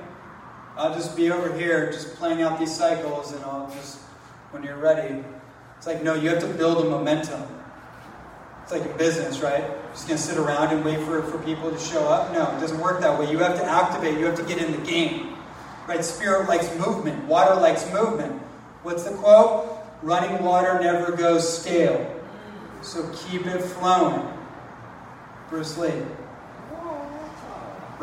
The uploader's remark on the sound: live presentation on the island of Kauai